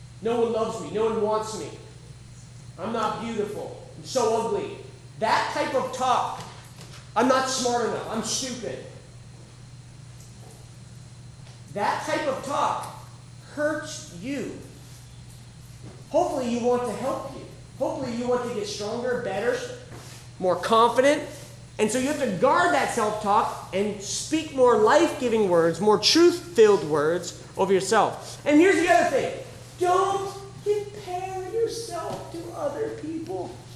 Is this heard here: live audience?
yes